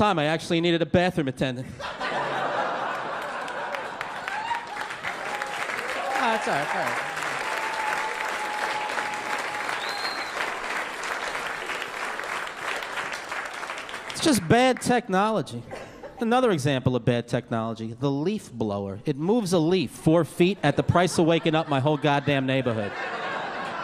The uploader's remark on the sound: Stand Up Comedy Live Gotham Comedy Club